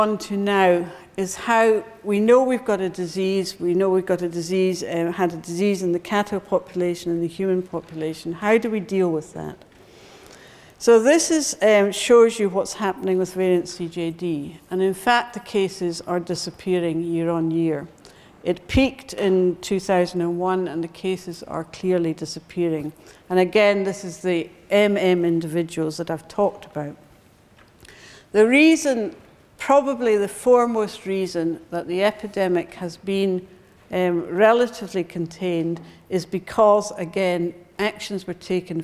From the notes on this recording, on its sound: Recorded on 4 October 2012 in the Anatomy Lecture Theatre at the University of Edinburgh